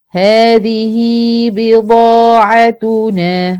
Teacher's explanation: اشبعت الكسر وولدت منه مد · Term: صله صغرى